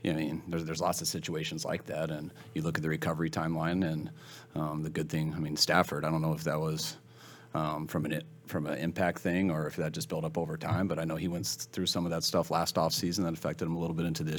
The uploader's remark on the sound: Press Conference